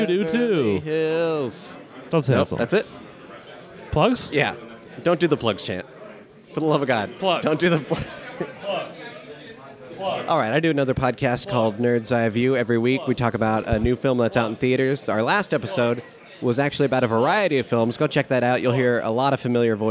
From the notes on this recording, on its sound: LIVE from LA Podcast Festival. Bring this episode to you from the Squarespace Podcast Lab at the LA Podcast Festival!